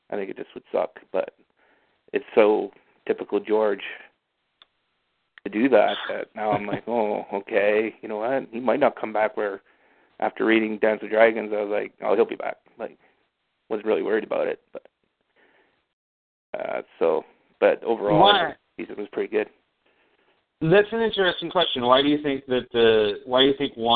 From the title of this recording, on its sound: Fan Call